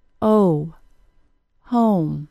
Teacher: It begins with the tongue low in the mouth, then transitions to a sound very similar to a W sound. This means that the tongue rises in the back at the same time as the lips are made into a slight circle. · Term: long O